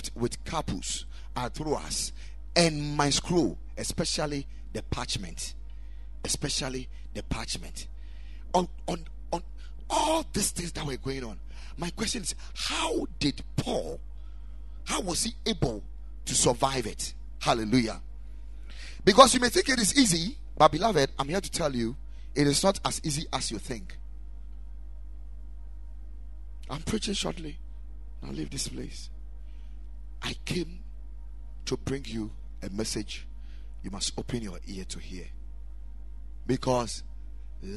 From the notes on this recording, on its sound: Preached at Ekklesia Chapel.